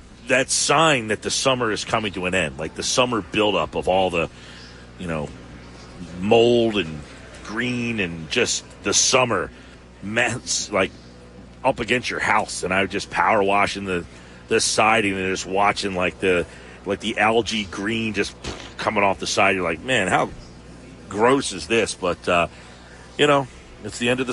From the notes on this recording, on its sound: live at Ocean Casino